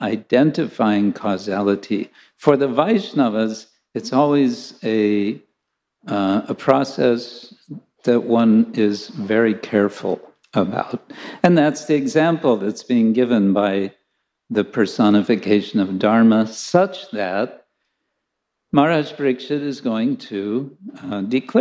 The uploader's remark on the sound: Lecture from ISKCON Chowpatty temple.